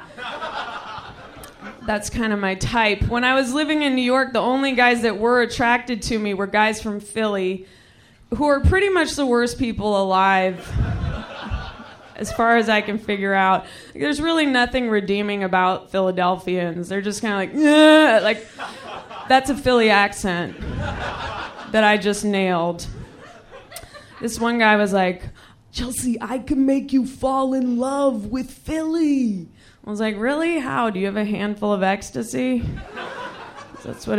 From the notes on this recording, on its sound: Recorded this set at our live show in Washington, DC.